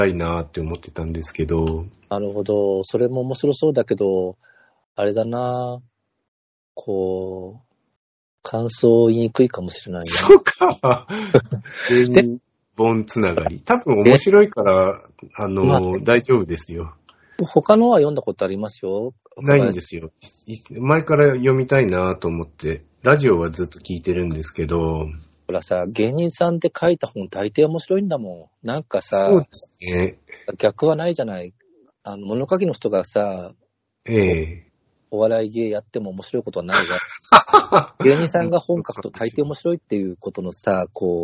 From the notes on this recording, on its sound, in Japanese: 5月16日スカイプにて収録。